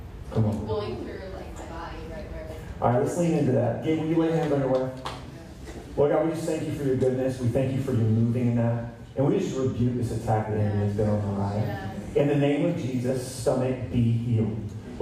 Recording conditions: poor sound quality